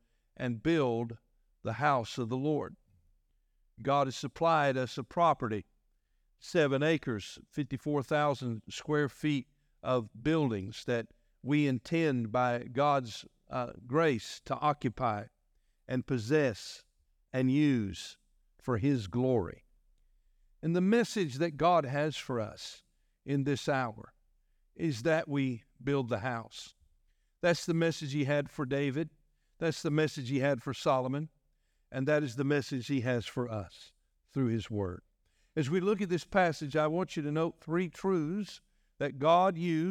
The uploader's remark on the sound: was delivered on August 27, 2023 during our morning service.